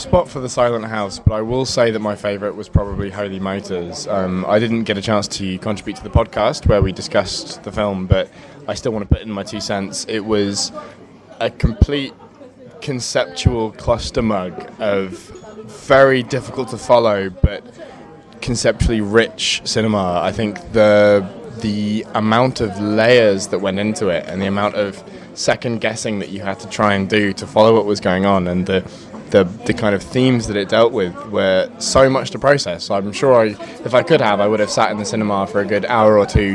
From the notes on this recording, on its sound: On the phone. Get together for the final episode of the podcast series at the Filmhouse Cafe in Edinburgh.